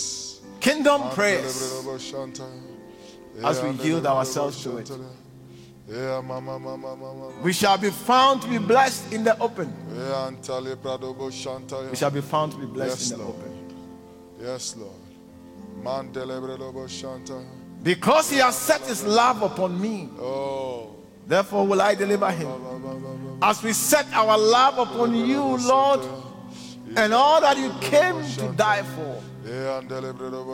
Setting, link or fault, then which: setting, large echoing room